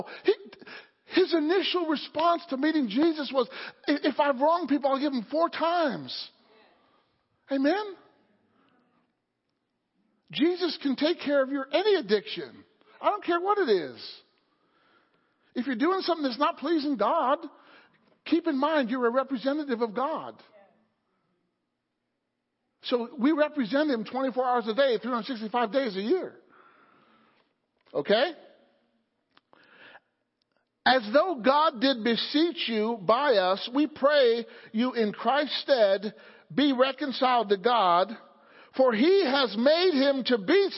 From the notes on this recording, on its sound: Sunday Morning Service.